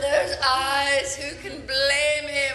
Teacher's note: some of the words, the syllables get drawn out, like the way you say eyes, blame, even teeth